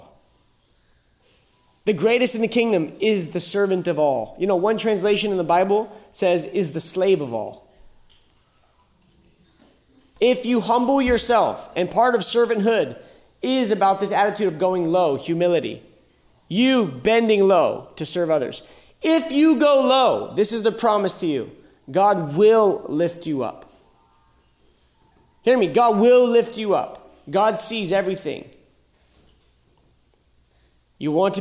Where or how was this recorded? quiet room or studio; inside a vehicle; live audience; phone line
live audience